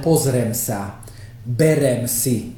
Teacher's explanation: napríklad, vyberiem zo pár príkladov, používate pri slovesách zjednodušené formy slovies, namiesto dvojhlások používate jednohlásky, čiže nepoviem pozriem alebo beriem, ale pozrem sa, berem si